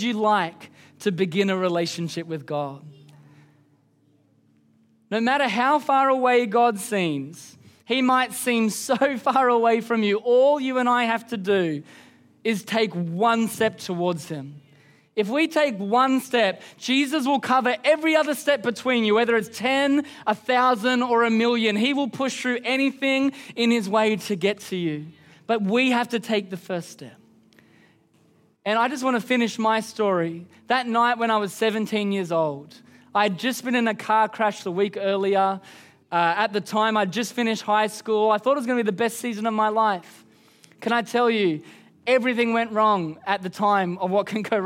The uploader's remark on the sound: Recorded during our Melbourne East service on Sunday, the 10th of December 2023